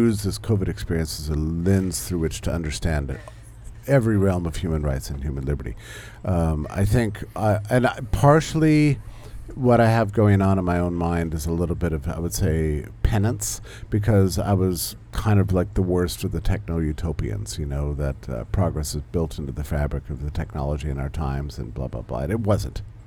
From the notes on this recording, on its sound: at the 2023 Porcupine Freedom Festival in New Hampshire